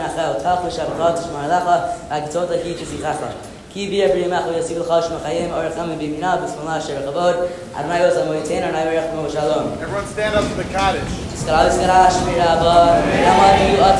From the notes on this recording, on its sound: Live from Camp Mesorah!